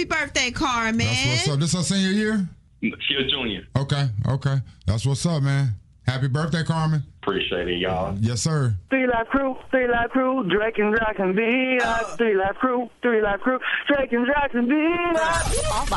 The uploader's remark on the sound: Free For All Friday is when we let the listeners control the show! People called in about the best coffee additives.